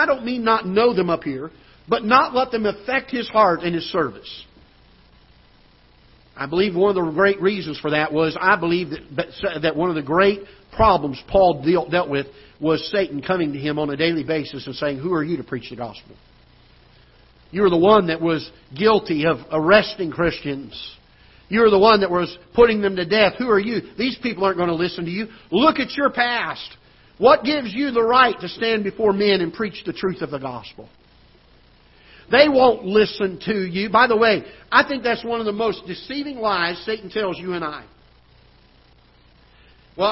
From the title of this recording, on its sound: Ketha Heights Baptist Church ~ Live Broadcast